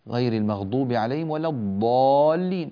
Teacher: حرف الضاد مخرجه في الحقيقة غير صحيح في أكثر النطق العربي، هو منحرف عن الصواب، فربما انقلب إلى ظاء المغضوب عليهم ولا الظالين، وهذا كثير وشائع وينبغي أن لا يقع ذلك. إبدال الضاد ظاء خطأ، لا يجوز أن تكون الضاد تتحول إلى ظاء